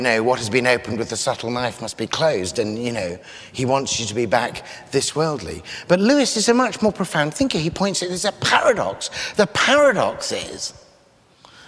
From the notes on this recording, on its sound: Lecture from the 2013 CS Lewis Symposium at Westminster Abbey.